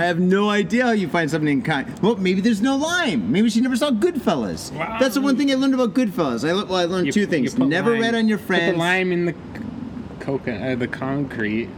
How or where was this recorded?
busy venue